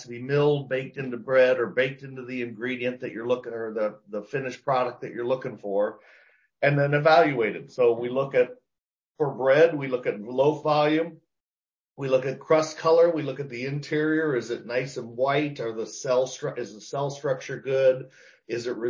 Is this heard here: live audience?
no